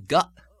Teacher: You'll find in Scottish the glottal stop even at the ends of words, as in got.